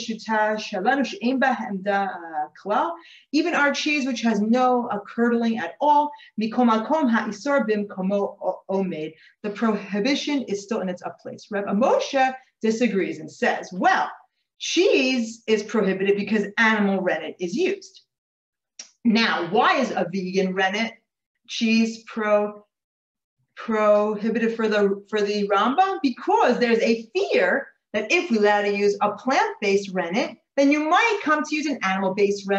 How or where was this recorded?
video call